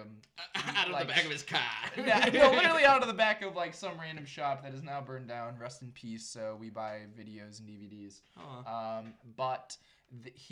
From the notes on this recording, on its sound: Once again we did have microphone issues but that should be solved after this episode.